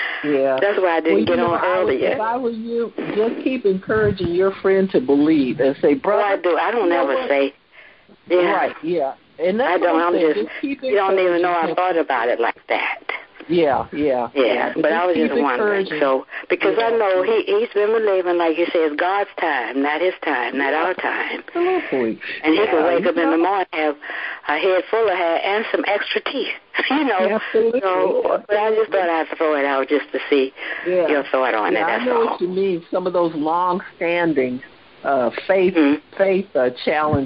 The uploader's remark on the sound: HEALING TEACHING CONFERENCE CALL.